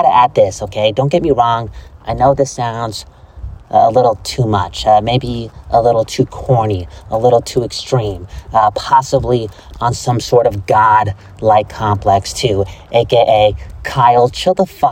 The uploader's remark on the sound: Walk N Talk